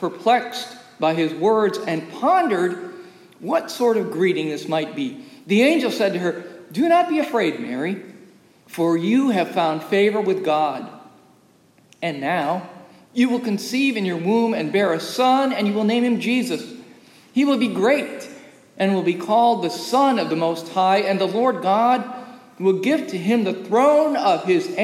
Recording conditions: large echoing room